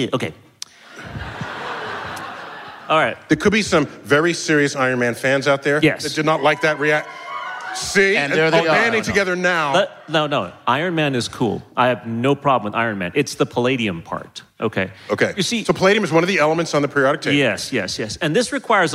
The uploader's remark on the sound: StarTalk Live at NYCC 2019